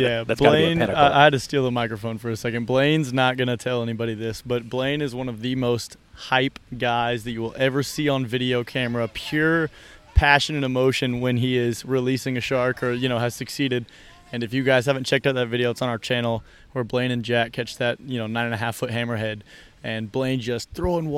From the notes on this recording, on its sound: This recording was live at the beach while they were working. One of the fishing lights started to droop.